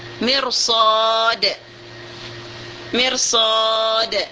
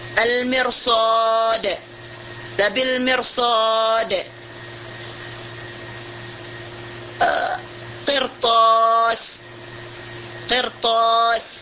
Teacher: ra dia berbaris mati, matinya ini adalah sukunnya sukun asli, sebelumnya berbaris bawah, tetapi sesudahnya huruf isti'la. Nah, itu ditebalkan juga ra.